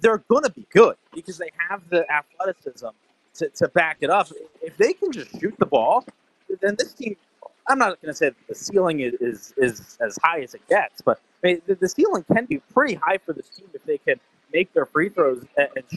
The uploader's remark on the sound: postgame press conference